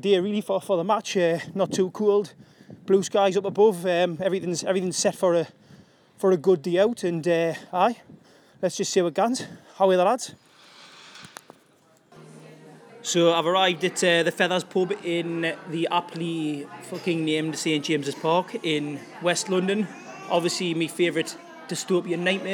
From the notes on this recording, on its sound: A MATCHDAY Podcast from Chelsea. Recorded before, during and after the game and recorded as much of the atmosphere as possible.